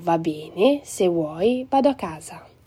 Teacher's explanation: Usiamo pochissimo raddoppiamento fonosintattico